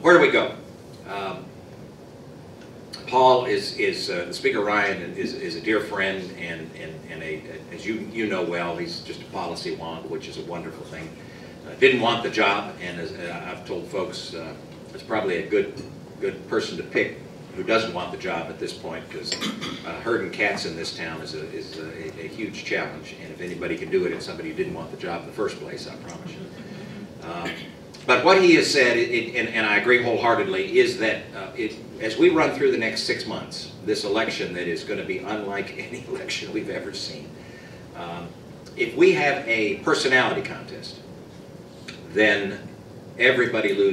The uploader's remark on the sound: WASHINGTON, DC. Remarks to a breakfast meeting of The Ripon Society.